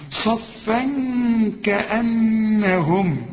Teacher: الكاف من حروف الإخفاء مع الغنة هنا